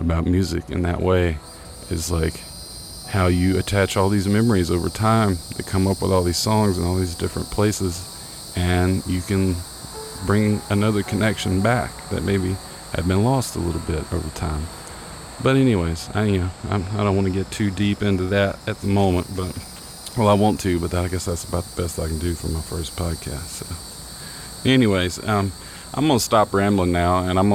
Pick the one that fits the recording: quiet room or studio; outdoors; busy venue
outdoors